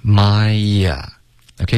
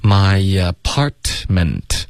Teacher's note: my 跟 apartment,中间会有一个 ye 的音添加进去了。my, OK,有一点 ye 的音。my apartment,两个特的音都省略。my apartment, okay?